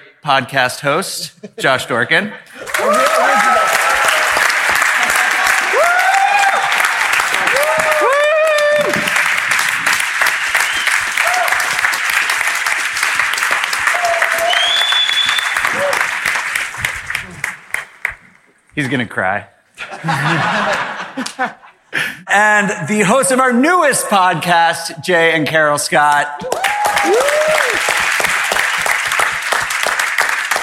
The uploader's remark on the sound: All the BiggerPockets podcast hosts on stage in one place! This bonus episode was recorded at the BiggerPockets Conference last week in front of a live audience of more than 1,000 people at the Gaylord Opryland Resort in Nashville, Tennessee. We turned the mics over to our members.